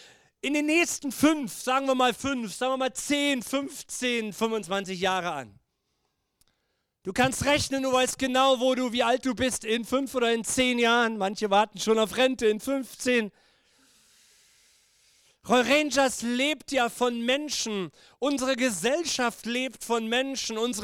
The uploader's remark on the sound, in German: Gottesdienst Predigt